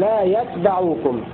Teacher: قرأ نافع بسكون التاء مخففة وفتح الباء